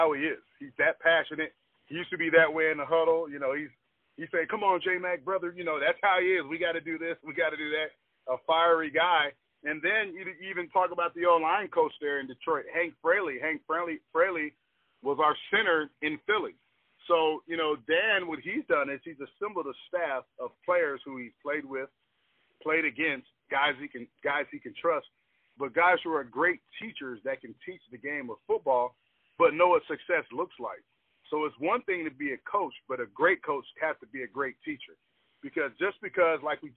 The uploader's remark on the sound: The conversation was done over the phone so the audio quality is not the best.